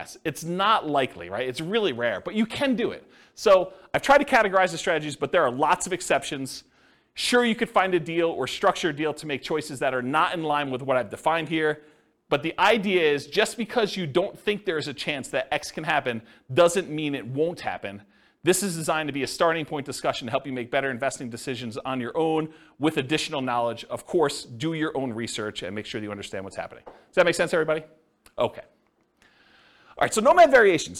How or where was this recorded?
live audience